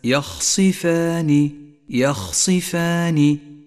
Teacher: ولاحظ أن الياء مرققة والخاء والصاد حرفان مفخمان، والفاء مرققة والألف التي بعدها تتبعها في الترقيق، والنون مرققة أيضا، فلا تخلط في نطقها بين الترقيق والتفخيم، أي هكذا يخصفان، يخصفان.